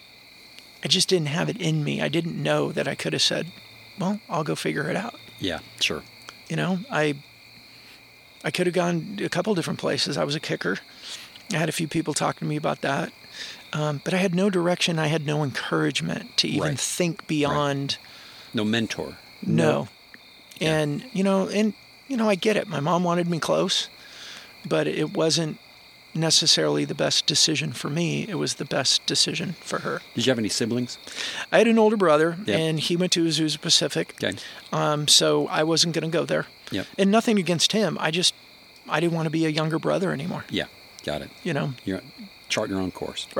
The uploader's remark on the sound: fire pit in Suwannee, GA